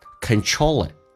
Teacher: control 跟 it 可以有连音，叫做 controlit，那个 L 发两次